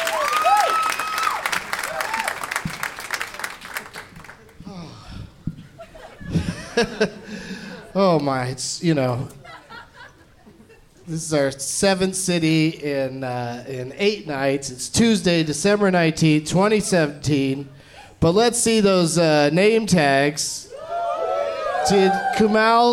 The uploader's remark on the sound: Live from Cobb's Comedy Club in San Francisco